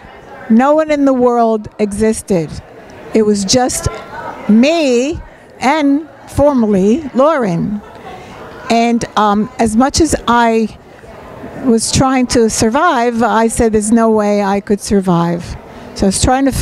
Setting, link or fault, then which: setting, live audience